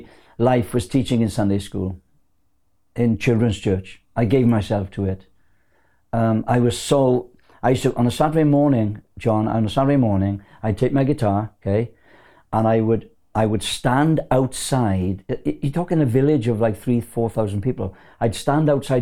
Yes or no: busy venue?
no